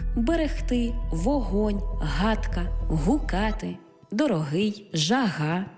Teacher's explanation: Буква «Г» передає на письмі глотковий щелинний приголосний, як в українських словах